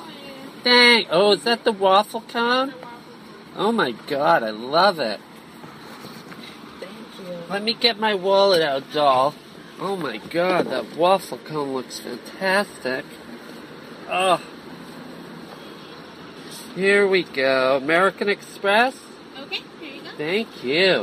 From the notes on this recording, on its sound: goes thru the drive thru LIVE